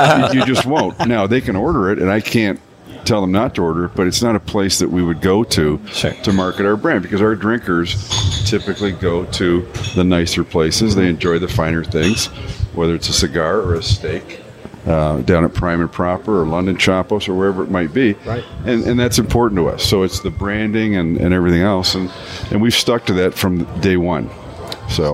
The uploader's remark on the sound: We broadcast live at La Casa